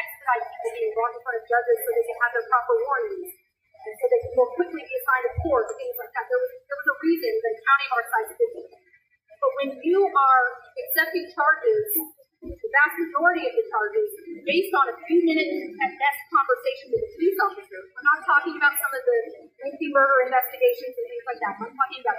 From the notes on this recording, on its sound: Rally by over 100 Harris County Precinct Chairs. Poor Audio Quality.